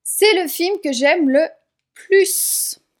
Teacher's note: On va aussi prononcer le S de plus parce que plus est en fin de phrase.